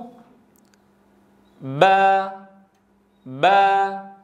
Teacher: تباعدت الشفتان لإنتاج صوت الباء، وتباعد الفكان لإنتاج الفتحة